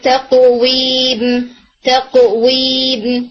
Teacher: جیسے یہاں پہ تقویب تقویب، تو اس میں بھی آپ دیکھیں جو فائٹنگ ہو رہی ہے، تباعد ہو رہا ہے، وہ کس چیز کا ہو رہا ہے، ڈیپسٹ پارٹ آف ٹنگ اور سافٹ پیلٹ کا قوف میں